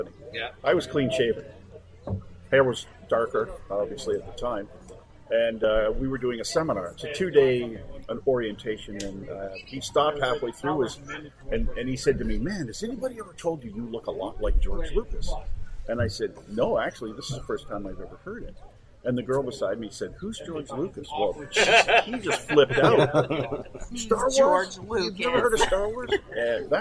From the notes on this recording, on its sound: It's our first live show! Recorded during Star Wars Day at Storybook Gardens, right here in London. The interviews we conducted during Star Wars Day at Storybook Gardens. (The audio may be a little rough at points - bear with us as we work out the kinks of recording live!).